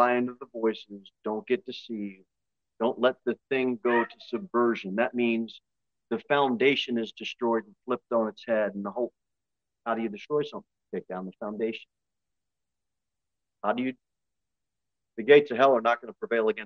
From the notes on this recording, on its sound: Sermon delivered at Pilgrim Baptist Church on Sunday, March 26, 2023, at 2:15 pm.